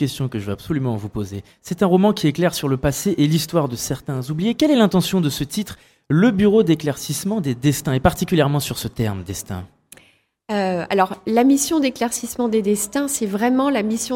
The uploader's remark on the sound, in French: Plateau en direct sur le stand de la FRAMA : Fédération Régionale des Radios Associatives Maine Anjou.